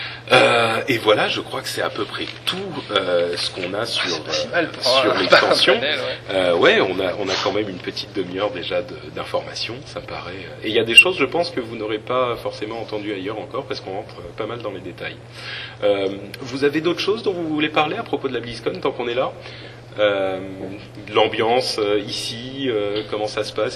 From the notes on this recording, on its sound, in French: En direct de la Blizzcon, nous discutons de cette première journée à Aneheim.